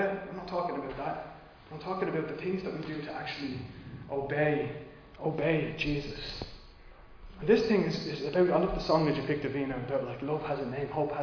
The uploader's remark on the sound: Recorded live in Liberty Church.